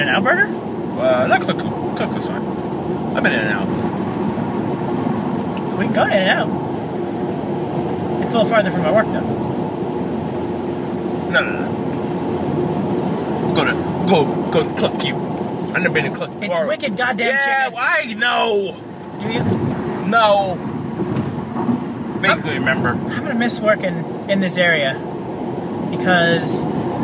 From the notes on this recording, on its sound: Talk nonsence while driving to get ice cream.